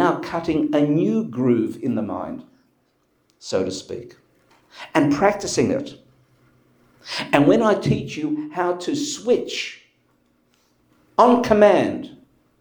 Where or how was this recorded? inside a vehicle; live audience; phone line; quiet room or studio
live audience